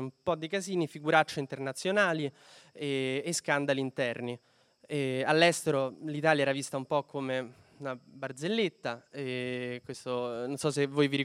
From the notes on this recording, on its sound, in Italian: Registrato dal vivo alla libreria Zalib di Roma.